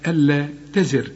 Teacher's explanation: الحرف الراء اللي قبله مكسور عند الوقف، خد بالك نرقق